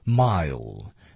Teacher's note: Mile，尾音舌尖抵上齿背啊